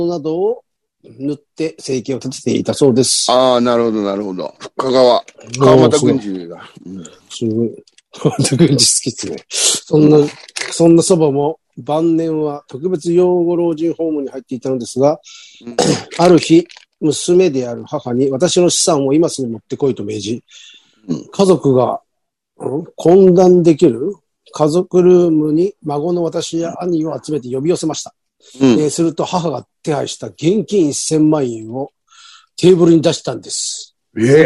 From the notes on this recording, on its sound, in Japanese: ZOOMで収録